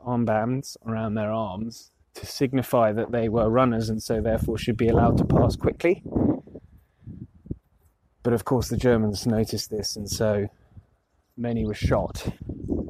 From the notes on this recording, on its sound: Aspects of History goes out into the field, and we are recording from Vimy Ridge, the site of the Canadian memorial to those killed many of whom no known grave was found. The sound on this recording is not perfect, - we were recording from out in the open.